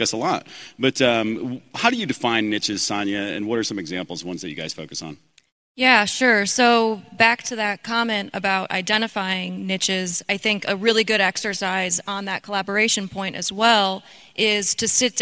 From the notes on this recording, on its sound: Live from IPPA 2022. We recorded this episode live from the IPPA conference in Las Vegas on March 4th, 2022.